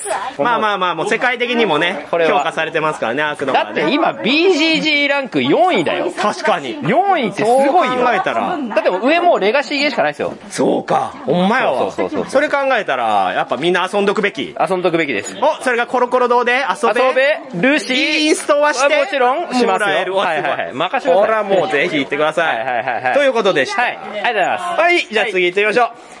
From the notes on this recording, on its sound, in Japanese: 店内収録のため、騒音雑音が激しく入っております。